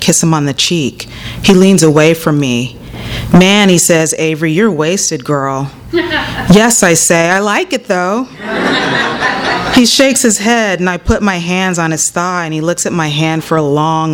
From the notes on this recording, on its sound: THIS EVENT WAS RECORDED LIVE AT SKYLIGHT BOOKS JULY 20, 2012.